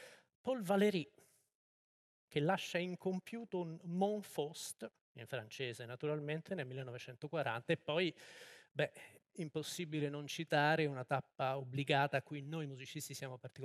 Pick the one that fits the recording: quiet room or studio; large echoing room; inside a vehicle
large echoing room